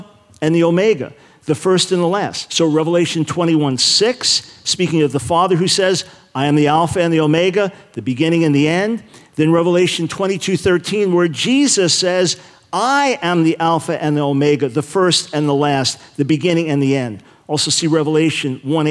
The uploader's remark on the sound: Questions from the Audience